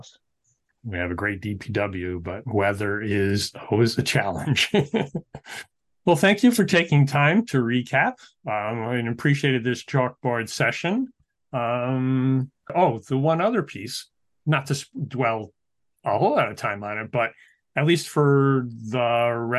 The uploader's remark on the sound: We had our conversation via Zoom